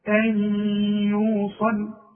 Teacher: العلامة النون بدون تشكيل، مش عليها سكون بقى زي ما خدنا في اول الدرس ان يكون عليها سكون اذا كان ايه من حروف الاظهار، انما دي بدون تشكيل بعدها ايه يبقى ايه ده ادغام، ادغام بغنة، وكأن الياء عليها شدة